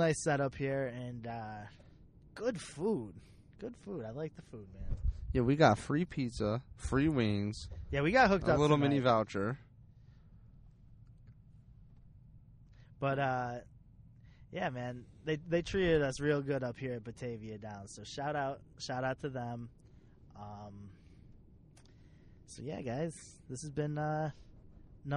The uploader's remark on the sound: We rolled out the mobile unit and laid down a quick episdoe in the van. In the parking lot at Batavia Downs.